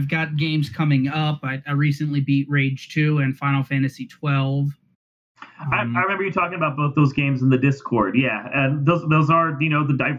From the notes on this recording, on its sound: note that the audio this time around is not the best, sorry